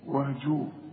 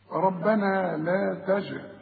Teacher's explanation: إذن الجيم هي عليها السكون فلازم أقلقلها · Shown in: second take · Term: قلقلة